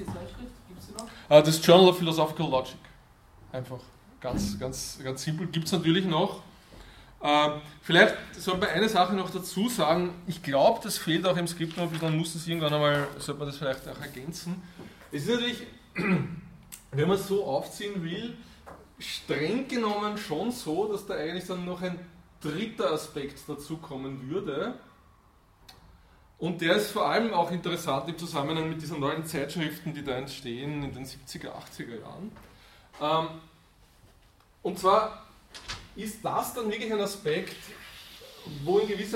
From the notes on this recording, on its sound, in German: Diese Vorlesung wurde von Studierenden aufgenommen